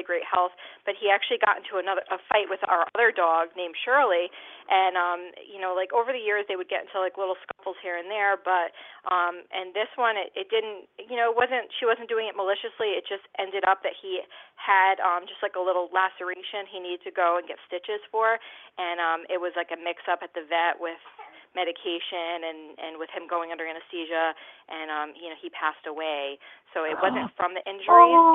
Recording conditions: phone line